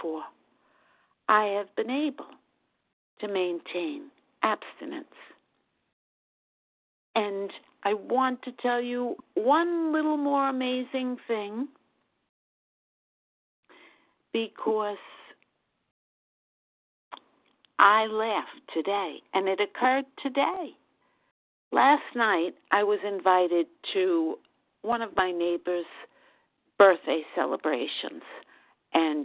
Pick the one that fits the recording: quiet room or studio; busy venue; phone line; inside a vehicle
phone line